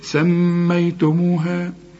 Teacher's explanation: الميم لازم تغنى ما دام عليها الشدة